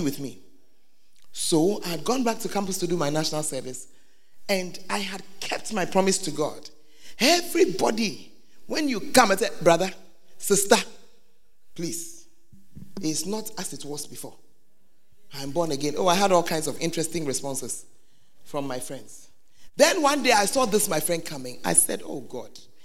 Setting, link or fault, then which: setting, live audience